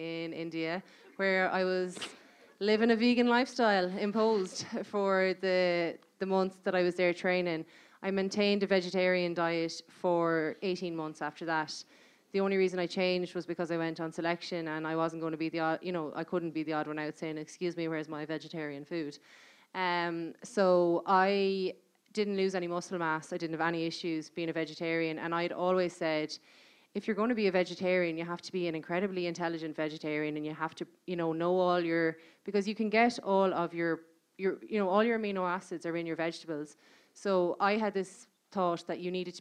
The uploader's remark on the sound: This part two of a live podcast recorded in the (Whale Theatre) in January 2020.